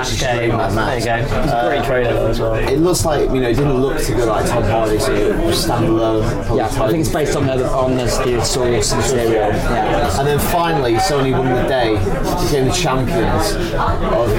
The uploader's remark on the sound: Headed down to London's finest video game hangout, the Loading bar in Soho for a special live podcast. It's a little bit noisy, but you can make out most of what we're rambling on about.